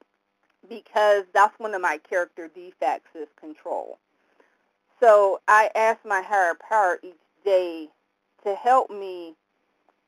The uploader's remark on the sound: 100 Pounders Phone Meeting